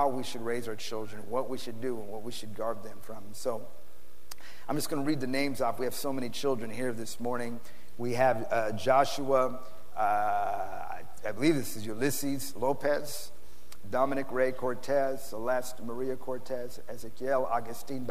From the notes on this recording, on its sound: PREACHED IN SAN ANTONIO TX 3-21-2010